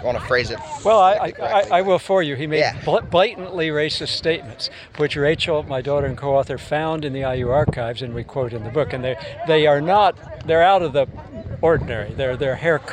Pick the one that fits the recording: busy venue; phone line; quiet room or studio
busy venue